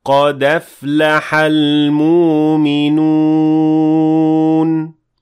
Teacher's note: the Hamza, which is either completely dropped and substituted with another vowel sound, or it is very lightly pronounced · Term: Ibdal and Tashil